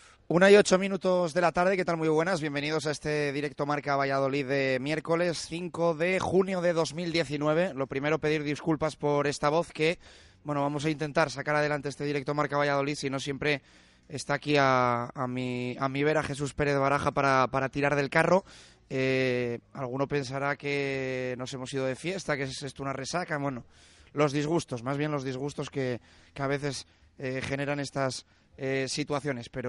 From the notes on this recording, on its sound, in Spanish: Directo MARCA Valladolid. En directo desde LA FUNDICIÓN.